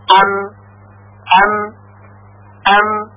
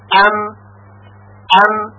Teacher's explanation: به راحتی تشخیص میدیم که مخرج میم بین دو لب قرار داره